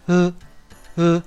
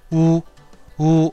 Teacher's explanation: 而汉语的乌鸦的乌呢，它的发音位置则是在嘴唇上 · Shown in: second take